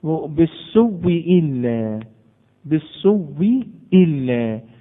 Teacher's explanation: أبدلت الهمزة الأولى واو وأدغمت الواو الساكنة في الواو إيه المتحرك · Term: إبدال